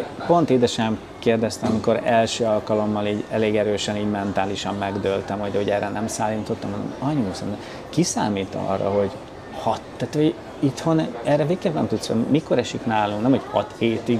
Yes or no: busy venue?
yes